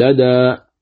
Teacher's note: بالفتح تقول لدى هكذا، يعني لا تقليل فيه